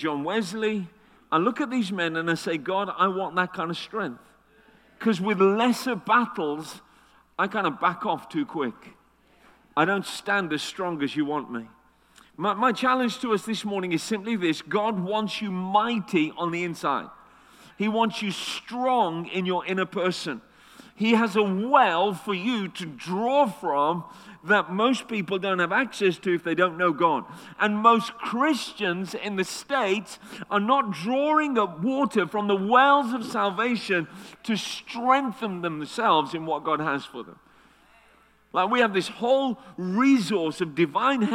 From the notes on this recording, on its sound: Destiny Christian Center Oklahoma City, Oklahoma.